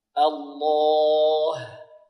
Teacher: والوقف على لفظ الجلالة الها ترقق